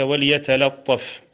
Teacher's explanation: هذه اللام التي قبل الطاء يحذر اللسان من تفخيمها